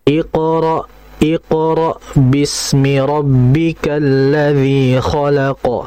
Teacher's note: Maka bacaan qalqalah sughra ini diringankan takhfif. Jadi jangan dibaca iqra iqra, tidak, tapi langsung iqra iqra bismi rabbikal ladzi khalaq.